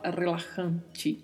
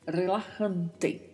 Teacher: Quanto à pronúncia, temos mais uma vez o vibrato do R, temos as letras S pronunciadas com som de es e o som da letra J, a letra J que tem esse som vindo da garganta. E T ao final, não tem som de ti no espanhol · Shown in: second take · então não se fala relajante, não.